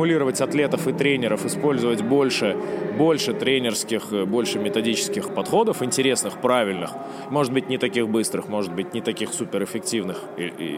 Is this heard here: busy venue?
yes